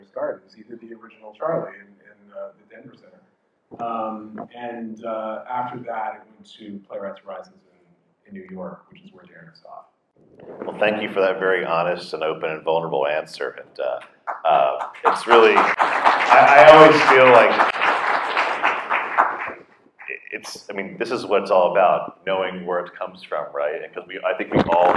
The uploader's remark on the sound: Recording live from the Inwood Film Festival in Inwood in NYC. We recorded the podcast on location for the first time in front of a live audience who have just finished screening the award winning film to kick off the 6th annual Inwood Film Festival. While the audio recoring picks up a bit of the room noise.